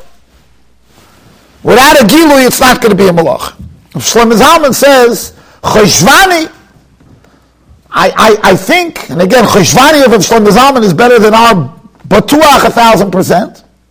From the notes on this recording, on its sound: Shiur recorded in Yeshivas Ohr Reuven, Monsey, NY.